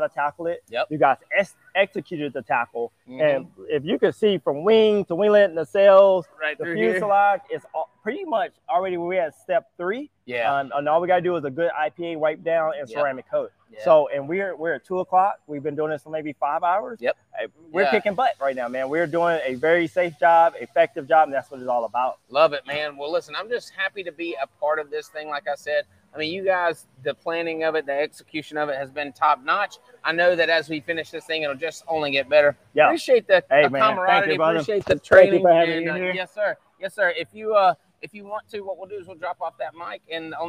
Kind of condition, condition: setting, busy venue